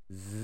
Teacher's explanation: 声帯が震えながら摩擦が起こってる · Term: 有声音